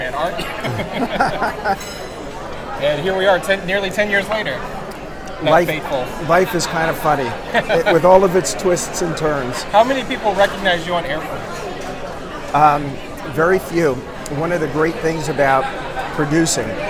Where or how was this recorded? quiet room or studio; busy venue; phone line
busy venue